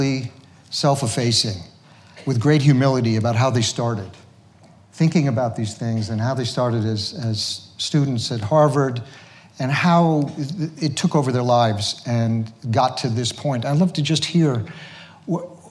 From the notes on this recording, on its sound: The conversation was recorded on Sep 5, 2017 in front of a live audience at New York's 92nd Street Y.